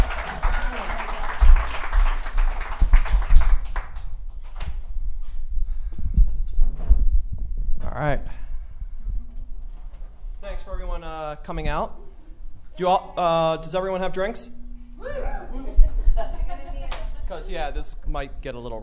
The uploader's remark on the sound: Live at MCA Denver. This is a special live version of the show!